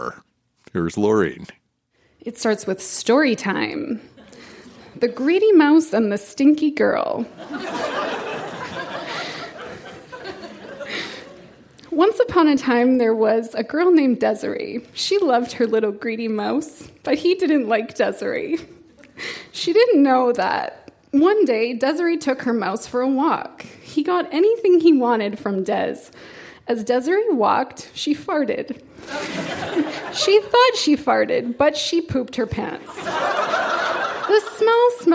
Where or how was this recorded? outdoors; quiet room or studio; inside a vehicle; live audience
live audience